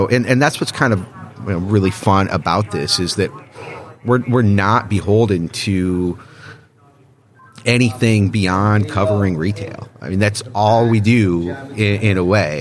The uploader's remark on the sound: interview live from the NRF Big Show